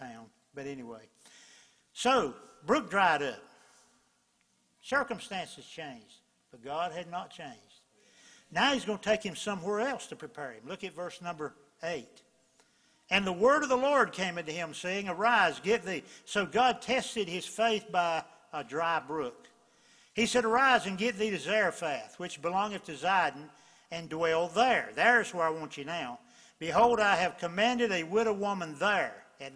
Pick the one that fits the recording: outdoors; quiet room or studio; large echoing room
large echoing room